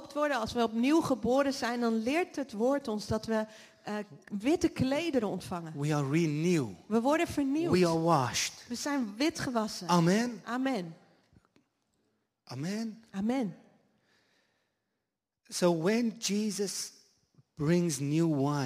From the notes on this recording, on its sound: Live Sunday morning service at Jesus Revival Church in The Netherlands. English with Dutch translation.